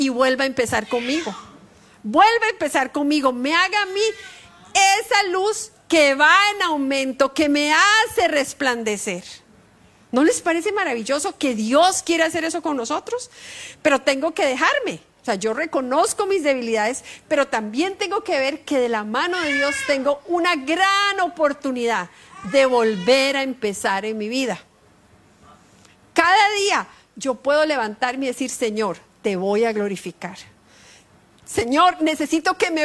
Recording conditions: large echoing room